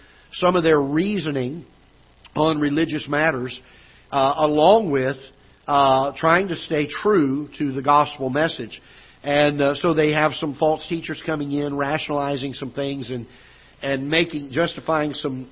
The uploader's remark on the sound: Ketha Heights Baptist Church ~ Live Broadcast